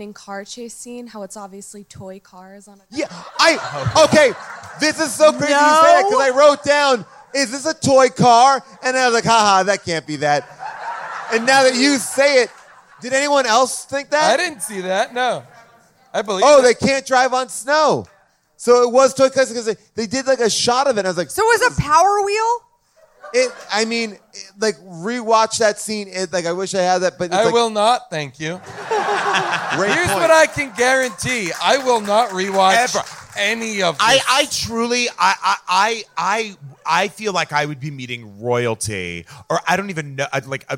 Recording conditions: live audience